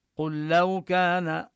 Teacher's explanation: تدغم اللام في اللام إدغام متماثلين، اللام الأولى ساكنة والثانية مفتوحة فتدخل الأولى في الثانية